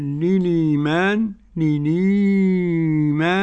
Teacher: للإيمان مع البدل، يعني أقول للإيمان للإيمان 4 حركات